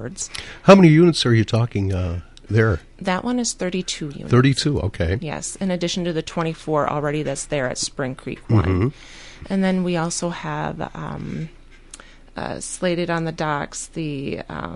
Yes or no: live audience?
no